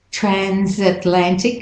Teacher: in transatlantic, the S becomes a Z